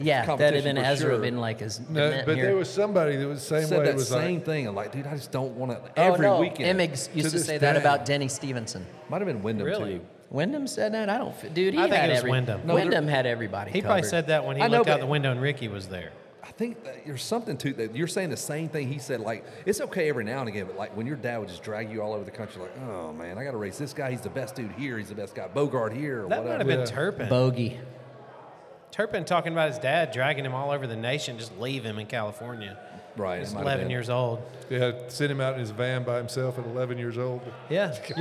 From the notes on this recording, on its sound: Goes on location to the grand opening of Freehwheeling Powersports. All located in Georgia.